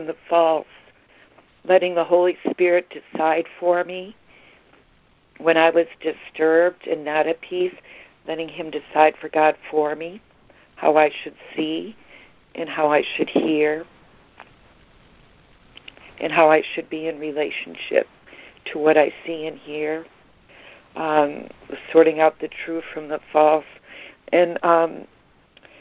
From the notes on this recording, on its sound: ACIM Daily Conference Call.